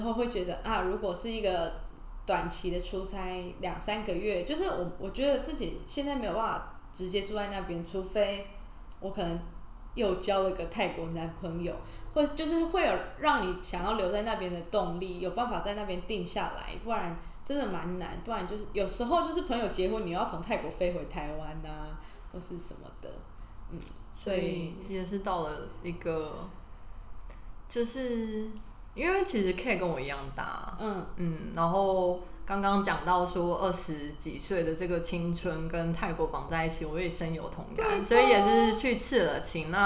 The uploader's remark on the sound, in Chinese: 這集因為錄音器材的關係有些雜訊還請各位聽眾多包涵